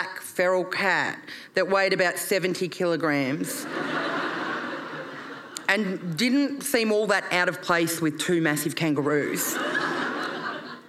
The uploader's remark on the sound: performed at Brisbane Comedy Festival in 2022